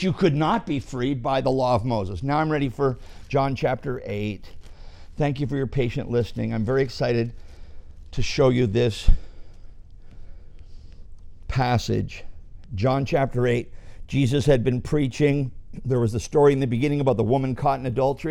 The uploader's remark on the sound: This message was preached at our ministry center, Rock Bottom